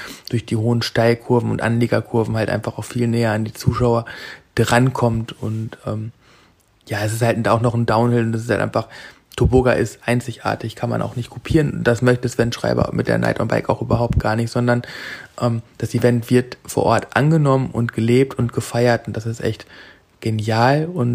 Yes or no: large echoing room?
no